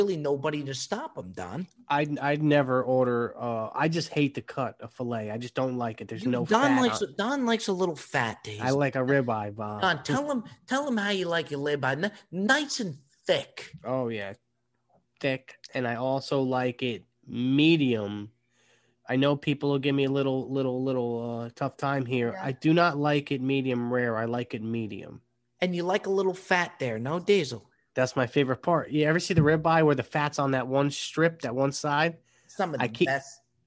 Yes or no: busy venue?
no